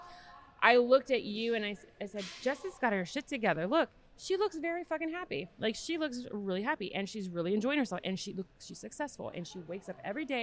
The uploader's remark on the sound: Recorded in Atlantic City during the Great American Craft Expo.